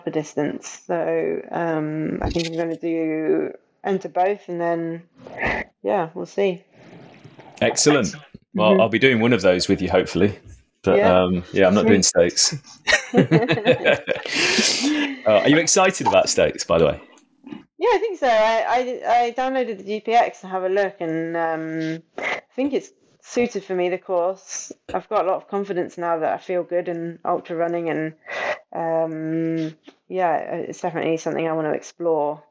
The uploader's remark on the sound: The audio quality is fairly poor on this one.